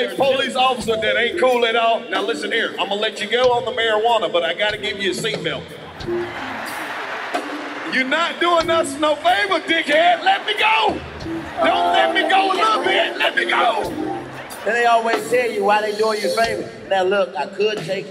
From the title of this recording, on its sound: Live From The Jacksonville Arena